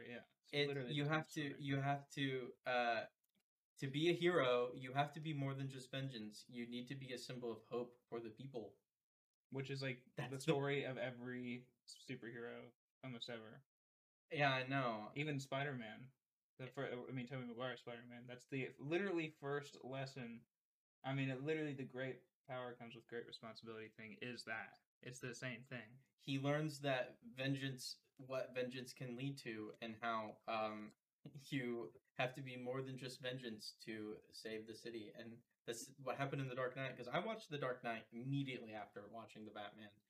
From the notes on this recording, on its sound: We don't have a lot of experience editing or recording a podcast, so you may have to be patient on the quality to reach 100%. Elden Ring is the background gameplay for this one because we didn't record any fallout this week!